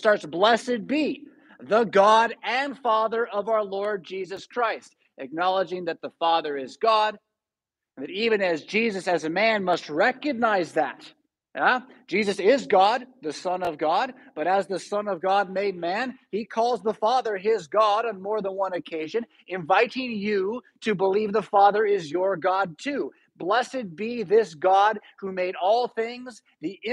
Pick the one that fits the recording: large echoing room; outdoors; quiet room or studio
large echoing room